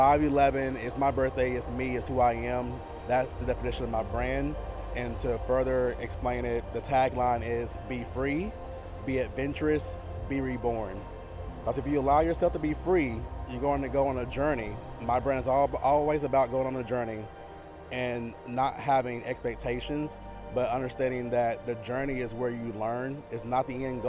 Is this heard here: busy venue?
yes